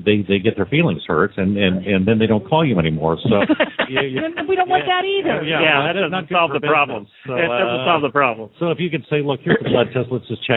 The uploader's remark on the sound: Live from AETA. HORSES IN THE MORNING was live from the AETA Trade Show in Philadelphia.